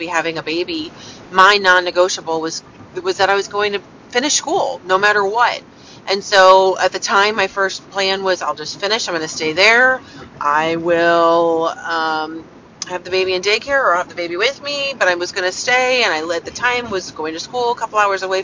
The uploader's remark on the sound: Thoughts from the car!